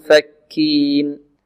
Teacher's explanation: ونتهيأ إلى مخرج، إلى مخرج الحرف الذي بعد النون، يعني ننتقل من قبل النون، من قبل النون إلى ما بعد النون هكذا. من ننتقل من الميم إلى الفاء مع غنة في الخشوم · Term: الإخفاء